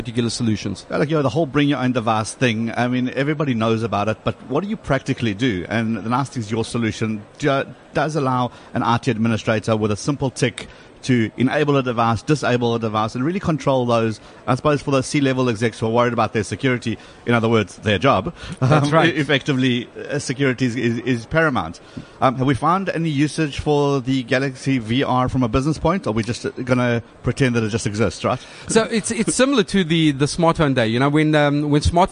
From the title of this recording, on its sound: Gartner Symposium '15 Interview